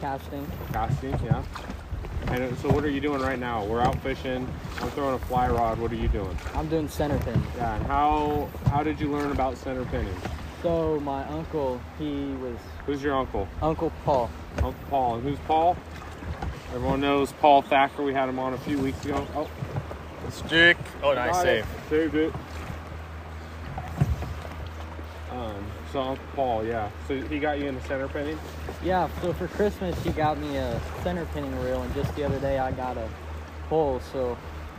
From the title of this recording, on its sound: LIVE on the River!